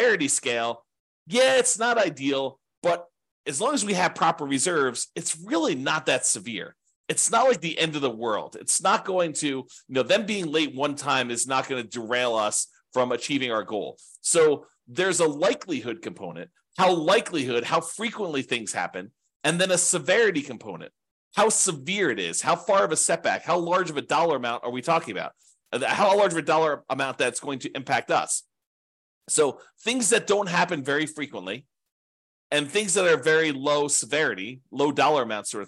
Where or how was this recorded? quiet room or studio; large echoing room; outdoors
quiet room or studio